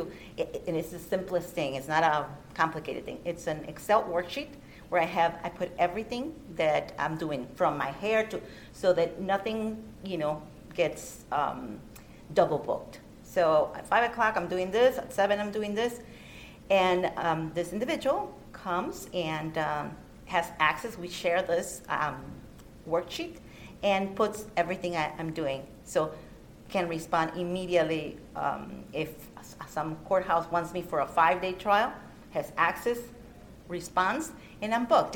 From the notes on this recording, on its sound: recorded at NAJIT's 43rd Annual Conference